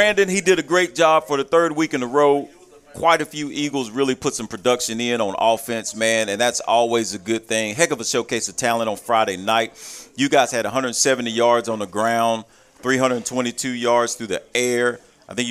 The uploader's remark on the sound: Live from Monte De Rei Mexican Restaurant every Tues night 730pm in season.